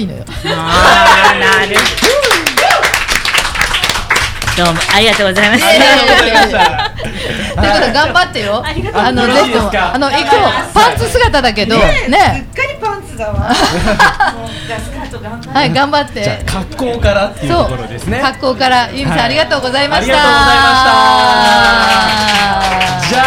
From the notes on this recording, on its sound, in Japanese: 麻布十番商店街入口にある、ビストロ「蝶蝶」にて行われた公開収録の模様をお送りします。会場に来られているリスナーの方のお悩みに、。